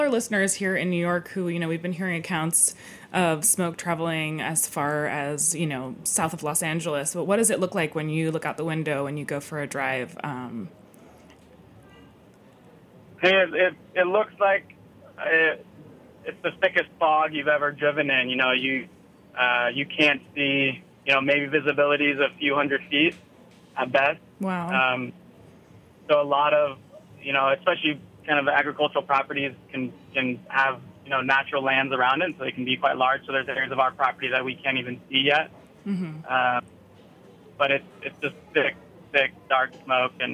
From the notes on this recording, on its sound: We are joined on the phone